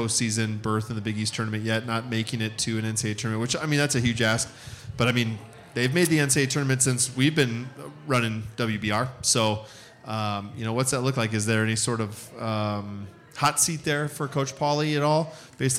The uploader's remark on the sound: LIVE from Scriptown Brewing in Omaha!